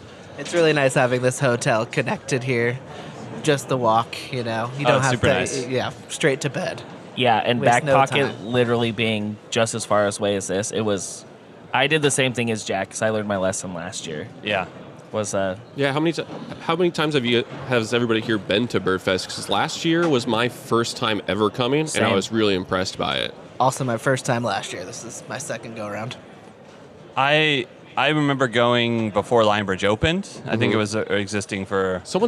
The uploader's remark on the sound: Live from BrrrFest!!